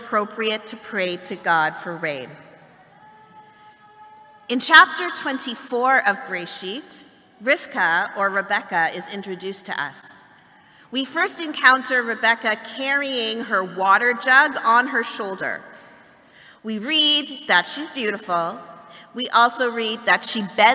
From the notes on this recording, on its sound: Excerpt from Festival morning service. Beth Tzedec Congregation.